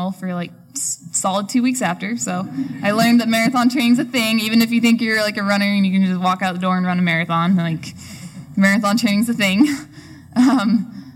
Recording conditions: live audience